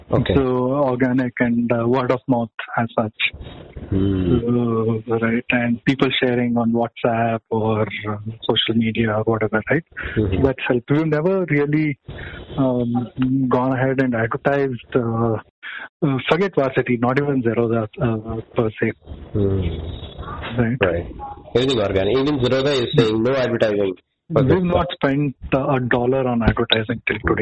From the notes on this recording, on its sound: this is very raw, recorded over a phone call